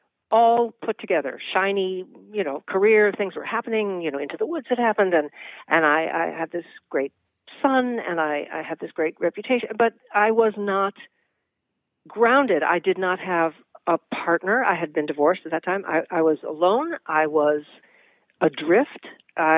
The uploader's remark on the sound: hop on the phone